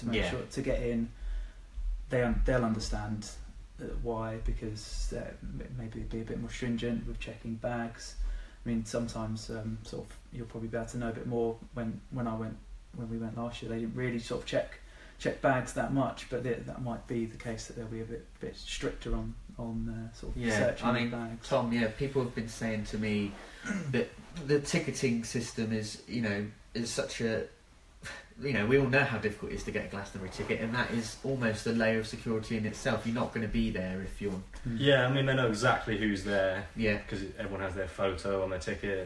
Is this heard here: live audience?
no